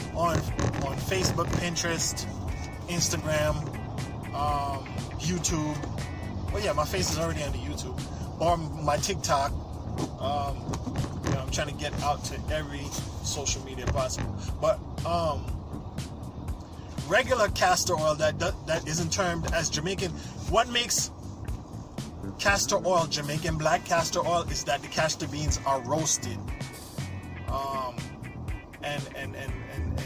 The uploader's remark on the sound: This was recorded as a video so excuse the noise driving over New York potholes.